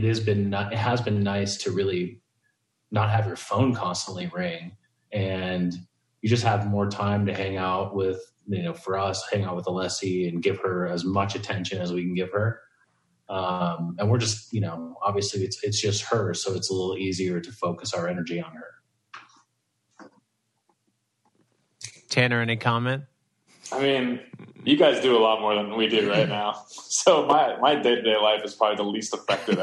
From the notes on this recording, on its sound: meet up on Zoom